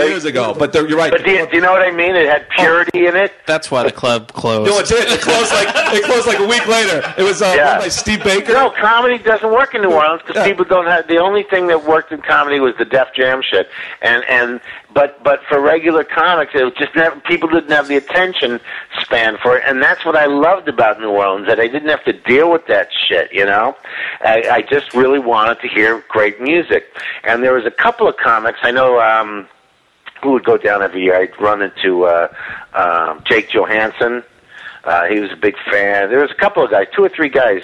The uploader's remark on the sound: We called him on the telephone to conduct our no holds barred interview